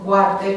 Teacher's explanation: chiar dacă scriu cu O, dar eu pronunț cu U, se aude un U, nu? Deci este semivocală.